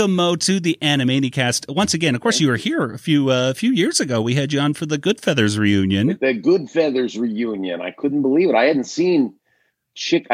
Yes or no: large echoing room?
no